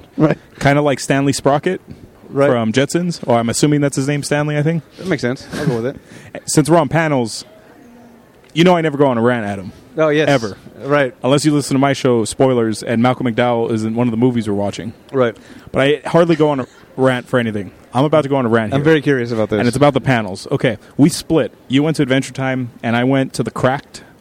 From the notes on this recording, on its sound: Live from the floor of Comikaze